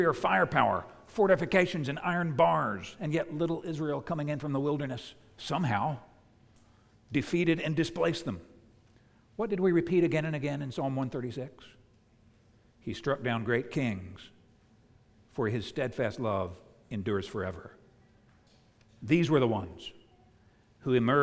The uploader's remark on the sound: preached at the United Christian Church of Dubai